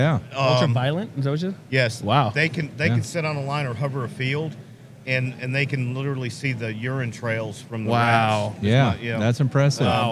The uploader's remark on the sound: interviews from The Hive Life Conference 2023